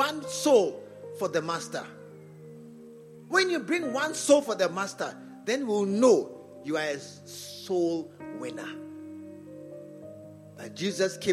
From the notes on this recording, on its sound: Preached at the True Vine Cathedral, Bantama